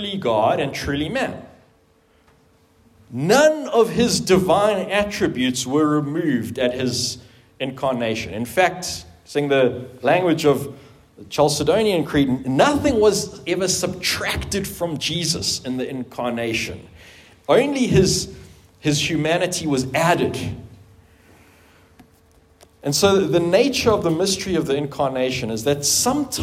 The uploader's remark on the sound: At the 2023 annual conference for the Theological Education Association of Southern Africa in Pretoria, South Africa.